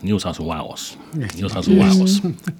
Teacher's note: 第一个双元音 A 念成 I 这个特别多